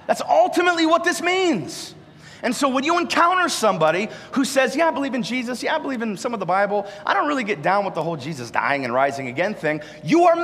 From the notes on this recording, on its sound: live from Covenant Church!